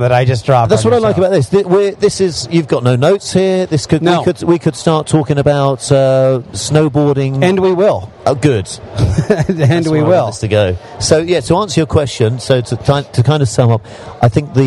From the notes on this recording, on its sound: live from Traffic and Conversion in San Diego